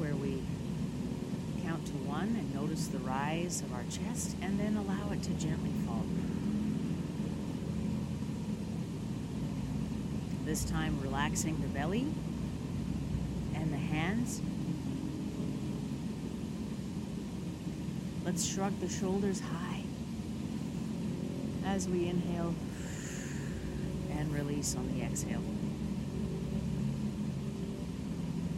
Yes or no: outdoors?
yes